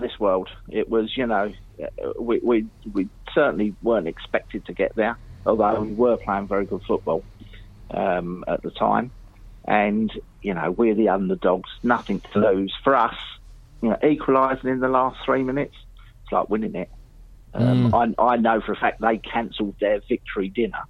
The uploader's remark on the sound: On the phone is former QPR goalkeeper